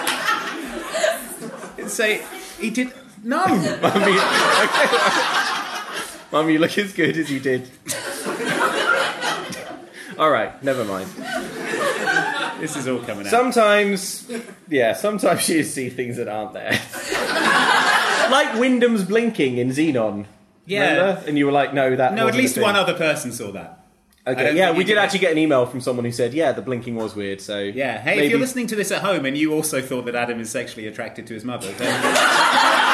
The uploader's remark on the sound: Thanks also to Loading Bar for hosting us for this live episode of Mom Can't Cook! We're back with a live episode. Thanks also to Loading Bar for hosting us for this live episode of Mom Can't Cook!